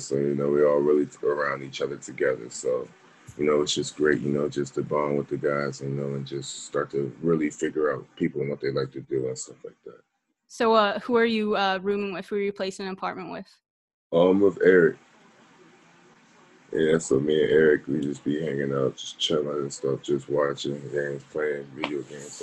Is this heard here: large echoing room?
no